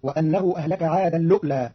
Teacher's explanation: قرأ قالون كلمتي عادا الأولى بإدغام التنوين في اللام مع همز محقق ساكن فتصير وأنه أهلك عادا لؤلى في لغة بعض العرب.